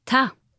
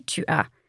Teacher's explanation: In the spoken language, among friends, for example, we never say tu as. We say ta. It's just pronounced a little bit differently.